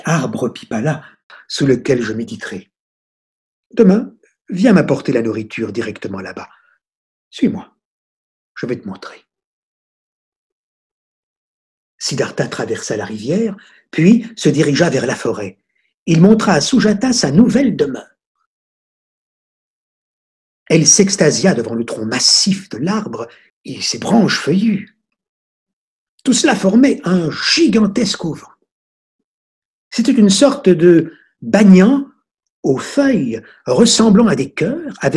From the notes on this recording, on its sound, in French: Sessions en direct de 2020 par téléconférences